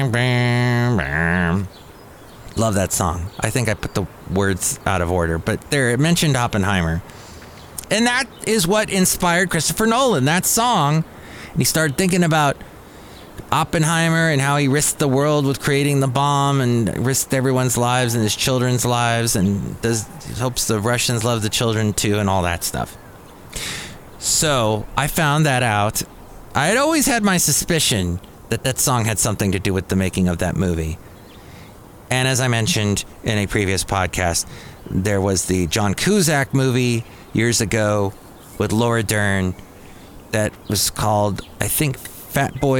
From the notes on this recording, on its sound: Podcasts live from Café Anyway.